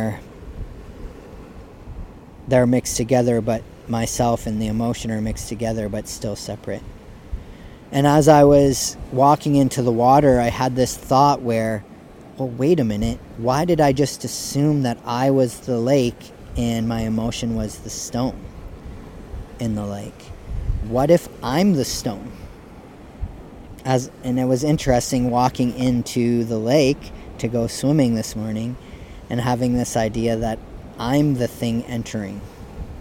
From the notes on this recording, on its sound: Recorded Live unedited on the east beach of point pelee national park. Kayaked 40 minutes from the marsh Boardwalk. When I awoke I recorded this.